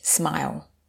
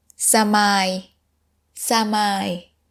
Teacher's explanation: The S and M is not going to be connected in Thai. · Shown in: second take · It's going to be samai, samai, like that.